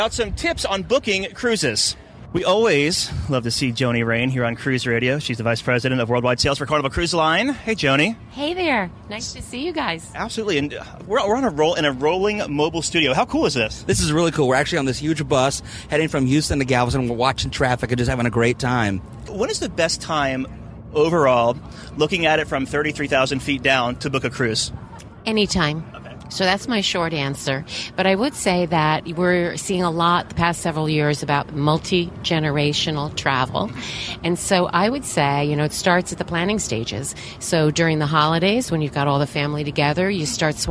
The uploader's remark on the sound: Carnival Freedom in Galveston - LIVE. We were broadcasting live from the lido deck (pardon the wind), overlooking 1000's of military men and women.